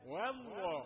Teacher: الواو رقيقة. والله تقول واو، والله لا تفخم الواو